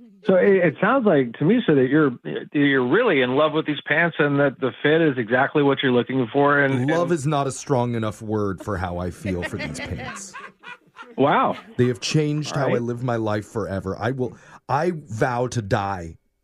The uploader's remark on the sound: Phone Tap